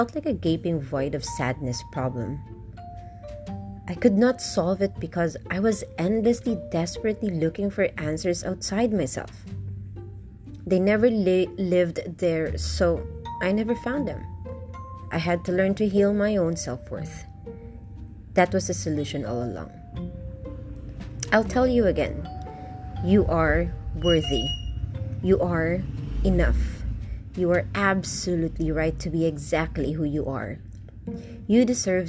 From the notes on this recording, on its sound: Apologies for the unnecessary noise.